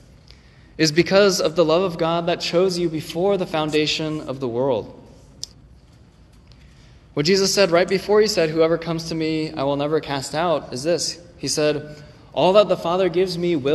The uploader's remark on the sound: this recording is from 11/19/23 when the same sermon was preached at Ascension Presbyterian in Hillsboro, OR.